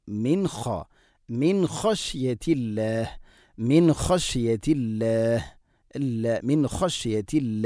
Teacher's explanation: സാക്കിന നൂന് ശേഷം ഖ ആണ്, നൂനിനെ ഇസ്ഹാർ ചെയ്യണം, വെളിവാക്കി ഉച്ചരിക്കണം